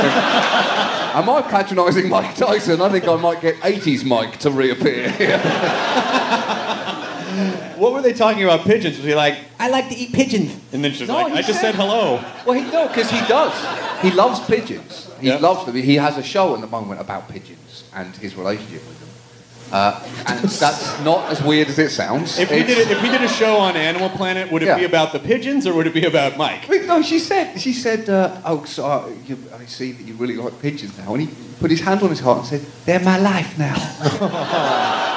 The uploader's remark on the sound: Recorded in front of a live audience at SxSW on 3.14